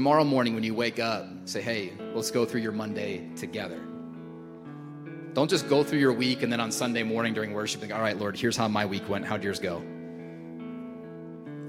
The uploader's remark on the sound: Recorded at Hope Church in Springfield, MO.